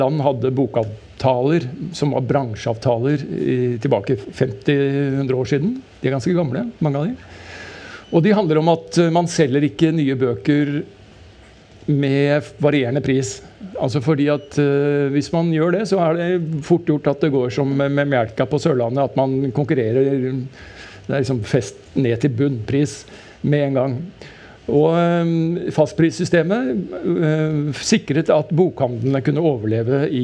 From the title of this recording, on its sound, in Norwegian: Fra Kapittelfestivalen i Stavanger